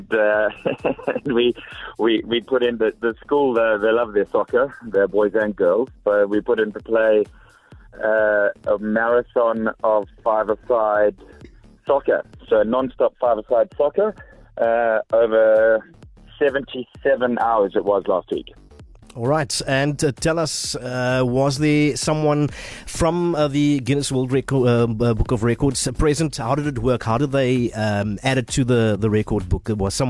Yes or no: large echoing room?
no